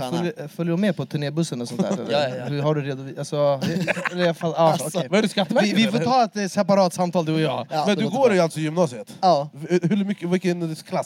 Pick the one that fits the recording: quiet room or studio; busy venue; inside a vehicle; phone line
busy venue